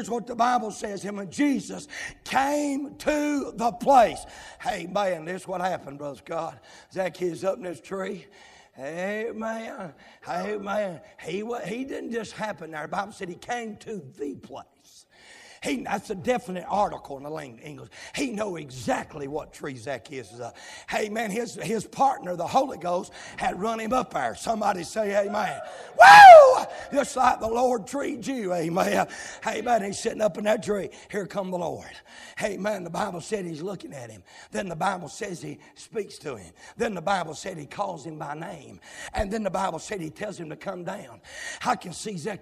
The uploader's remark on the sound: live, from Landrum Independent Baptist Church.